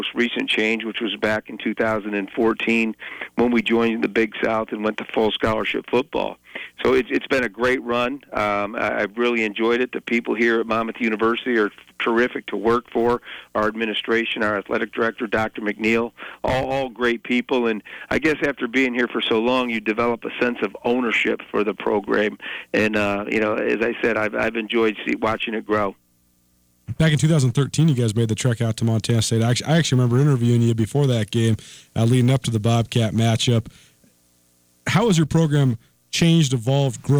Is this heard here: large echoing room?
no